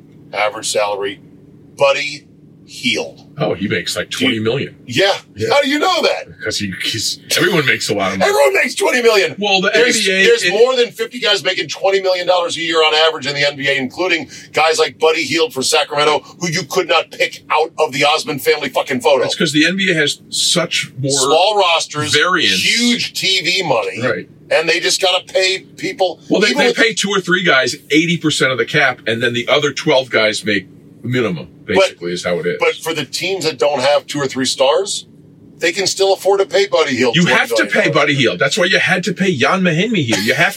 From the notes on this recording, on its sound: In the van. The Rodecast recorder crashed and lost power. Sub-optimal camera audio exists and was saved!